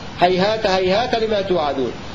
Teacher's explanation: قال هيهات هذه رفلا، أي وقف البزي والكسائي بالهاء على لفظ هيهاه هيهاه، هما كلمتان مترادفتان في سورة المؤمنون، فإذا وقفنا على الأولى نقف عليها بالهاء، إذا وصلناها لابد أن نصلها بالتاء